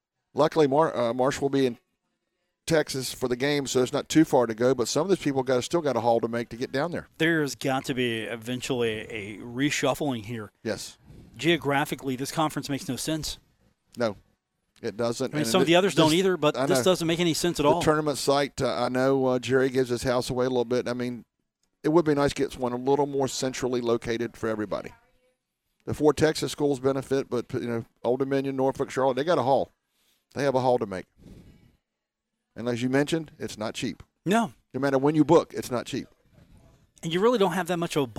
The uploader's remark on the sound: Live from The Union Pub and Grill in Huntington, WV.